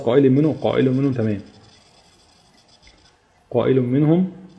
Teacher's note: قائل منهم تنوين جي بعده حرف الميم، حكم التنوين الإدغام بغنة